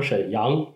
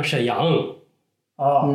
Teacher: 沈阳的阳平是一个升降调 · Shown in: second take